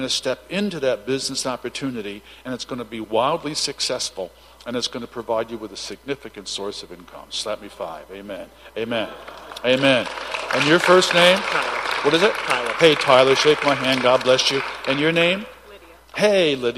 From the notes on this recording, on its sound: Recording from Saturday evening's prophetic services